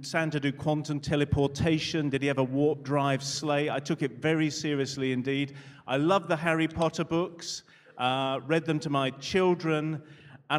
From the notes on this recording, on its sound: A live session from #JaipurLitFest2020.